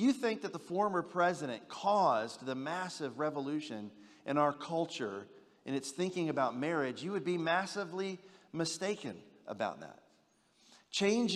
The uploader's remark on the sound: General Session X from the 2023 Shepherds 360 Conference